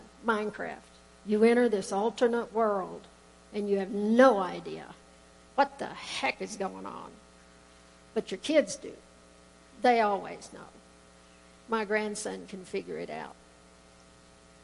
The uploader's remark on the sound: Woodland Life Church Live